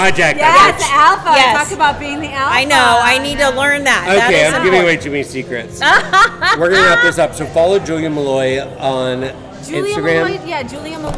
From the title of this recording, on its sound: Live at the Phillips Collection Pt. 2